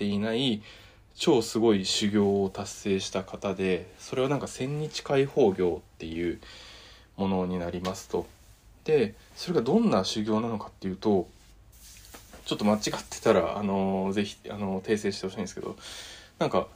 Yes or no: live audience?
no